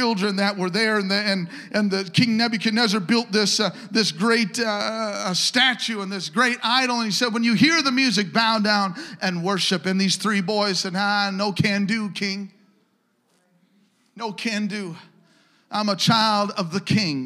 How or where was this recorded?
large echoing room